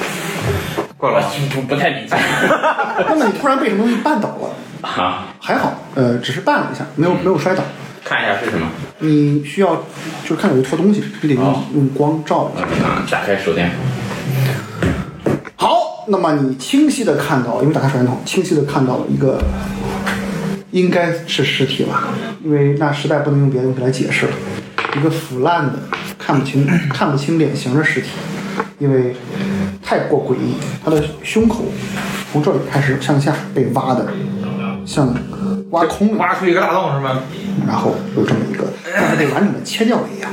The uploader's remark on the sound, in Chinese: 因为这次跑团时录制的设备并不专业，再加上环境和大家散座的位置，音质会比较差，调试之后改善不大。